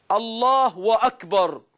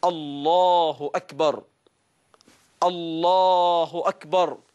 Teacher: بعضهم يشبع ضمة همزة لفظ الجلالة فيقلبها واو · Shown in: first take · فيقول الله وأكبر، كده أنت عملت إلهين.